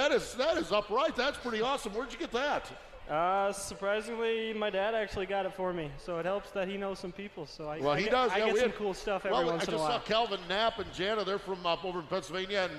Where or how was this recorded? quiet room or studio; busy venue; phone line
busy venue